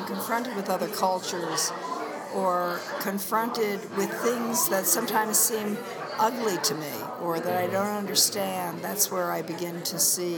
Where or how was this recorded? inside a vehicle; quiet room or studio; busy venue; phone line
busy venue